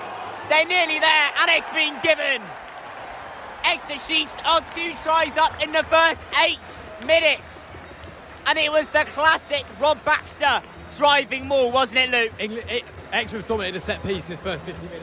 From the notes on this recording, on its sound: Saracens travel to Sandy Park. Live from Sandy Park!